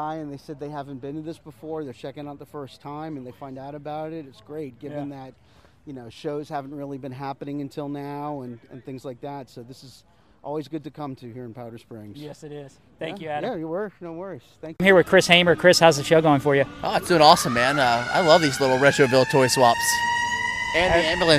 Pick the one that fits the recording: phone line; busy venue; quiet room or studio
busy venue